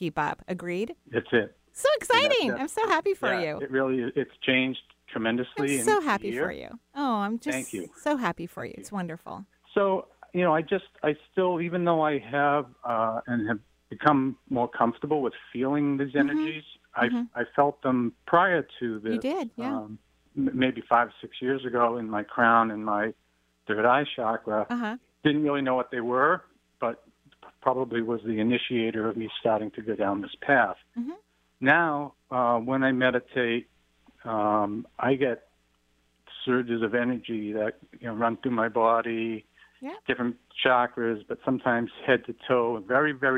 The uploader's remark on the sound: this call in show